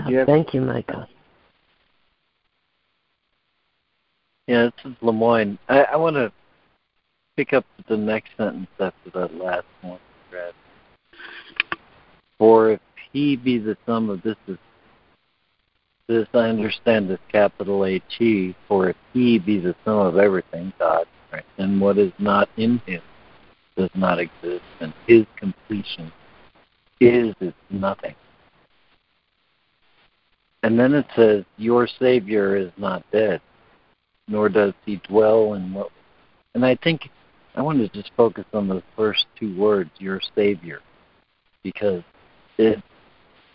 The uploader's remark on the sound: ACIM Daily Conference Call.